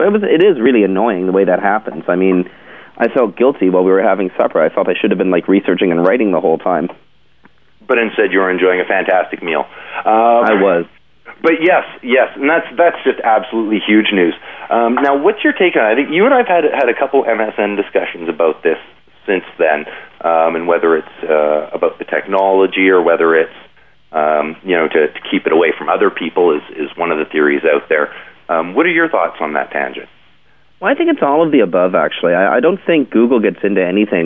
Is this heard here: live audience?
no